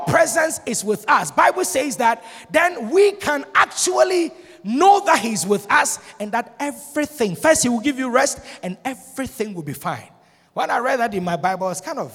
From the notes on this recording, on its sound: Sermon preached at Shiashie Campus